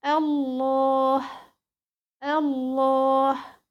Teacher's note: اللام الساكنة الاولى باللام الثانية المفتوحة، فأضغمت فبقت مشددة · Term: لام الشمسية المضغمة